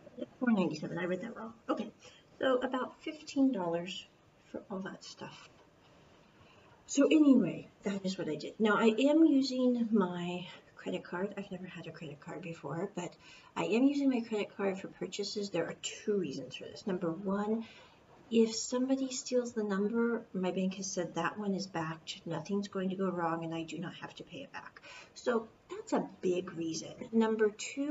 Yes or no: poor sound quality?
yes